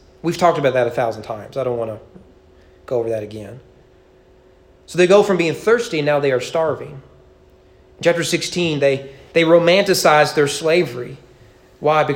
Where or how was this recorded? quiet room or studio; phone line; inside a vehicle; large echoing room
large echoing room